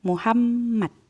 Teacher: ketika huruf mim ini bertasdid, maka kedua bibirnya itu ditahan sebentar dalam posisi mengatup